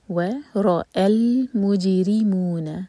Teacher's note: مج جیم پر قلقلہ، را کے نیچے کسرہ تو را باریک.